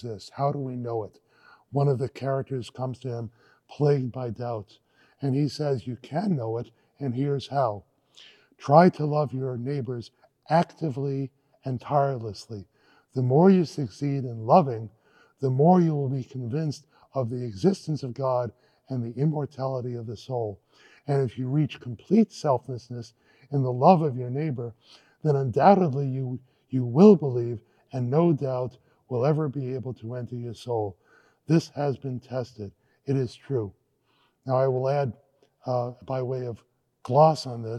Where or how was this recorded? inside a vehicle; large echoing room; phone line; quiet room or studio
large echoing room